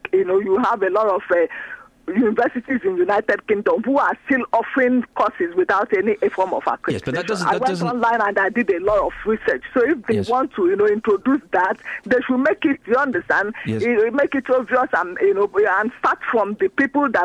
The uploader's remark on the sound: we receive a very sad phone call from long time listener